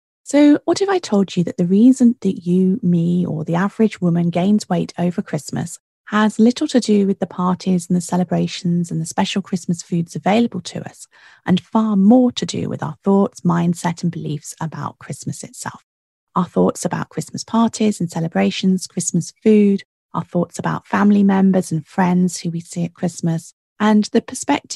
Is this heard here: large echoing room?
no